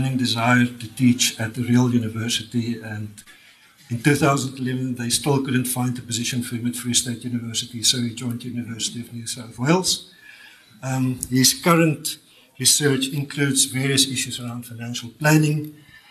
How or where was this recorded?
large echoing room